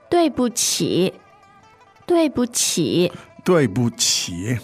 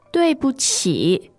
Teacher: The tones on that are... Fourth, neutral, and third.